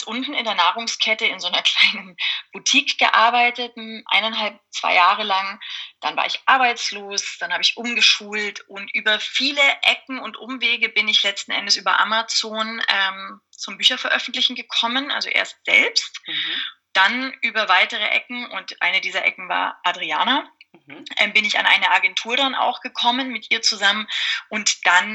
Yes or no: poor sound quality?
yes